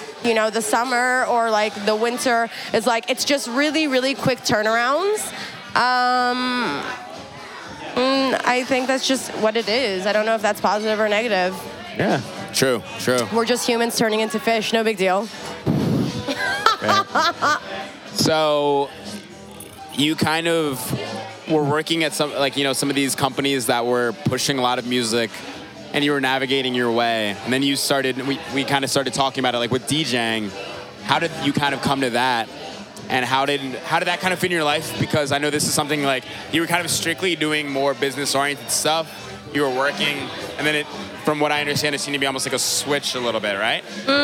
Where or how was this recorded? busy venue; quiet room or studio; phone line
busy venue